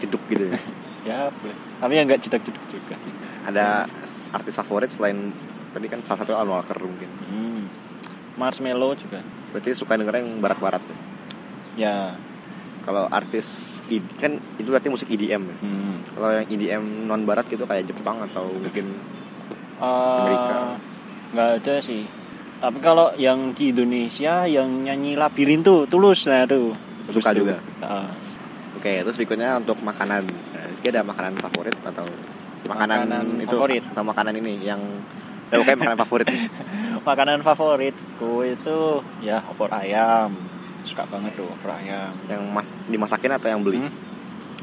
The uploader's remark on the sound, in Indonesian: Episode direkam pada tanggal 13 Agustus 2019 di Taman Tirto Agung